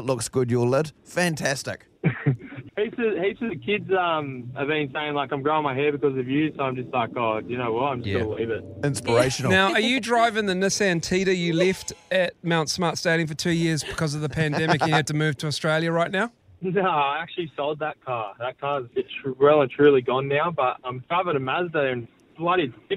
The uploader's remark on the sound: we were joined on the phone